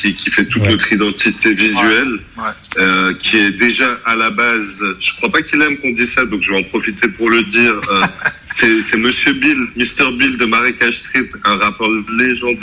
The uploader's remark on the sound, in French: du coup on a contacté par téléphone